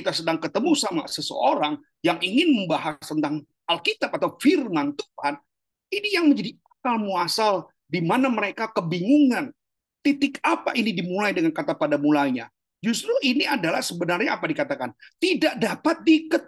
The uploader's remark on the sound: Zoominar